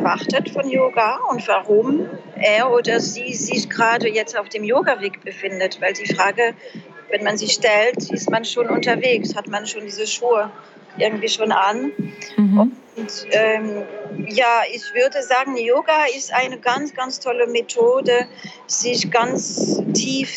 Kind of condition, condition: setting, busy venue